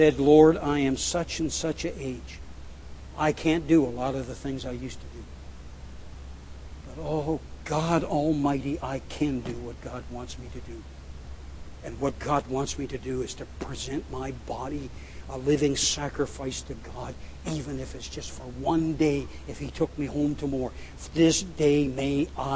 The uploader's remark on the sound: at The People’s Church of Somerville, NB